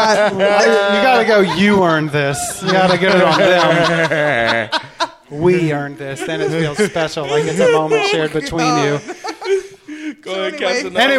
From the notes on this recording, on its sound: Recorded live at Kickstand Comedy Space in Portland, Oregon.